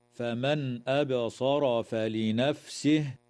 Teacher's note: إظهار حلقي للنون الساكنة عند الهمزة في قوله تعالى: فمن أبصر، وتقلقل الباء في كلمة أبصر، ويجوز الوقف على كلمة فلنفسه